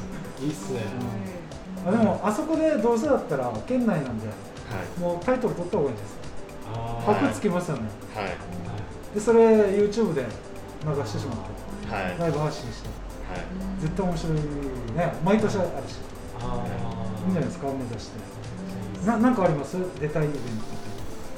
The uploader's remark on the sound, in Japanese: 収録場所 やんばる酒場 MO-RI。収録場所 やんばる酒場 MO-RI。